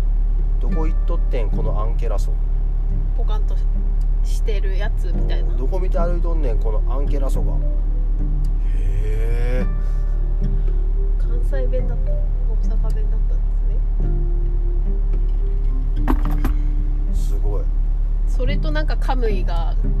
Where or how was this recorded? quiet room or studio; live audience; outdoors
outdoors